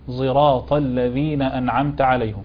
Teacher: هذا من الإشمام الذي يسمع ولا يرى